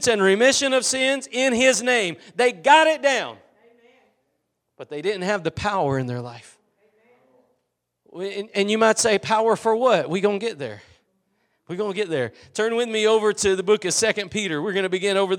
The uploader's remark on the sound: Preached at Gospel Lighthouse in Bossier City, La.